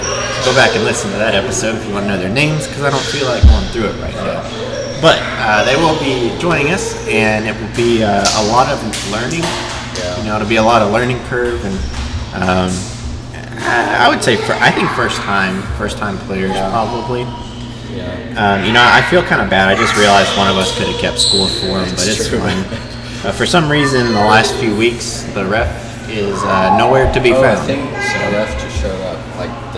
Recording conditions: sounds in the background